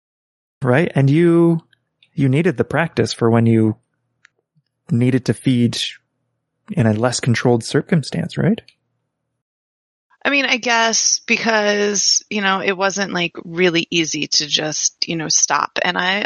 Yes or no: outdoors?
no